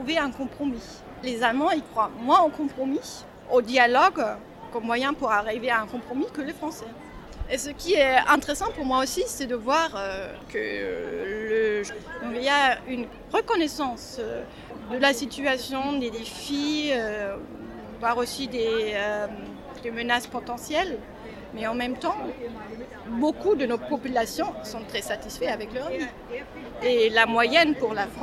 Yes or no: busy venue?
yes